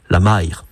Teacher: À Guernesey, c'est même devenu une diphtongue, c'est-à-dire deux voyelles qui se succèdent dans une même syllabe, la maire. Quant aux habitants de Cerques, ils avançaient les lèvres en avant, ils labialisaient, et ils disaient la moire, la moeur ou la moeur.